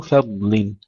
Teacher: تفخيم الضاد وترقيق الفاء قبلها واللام بعدها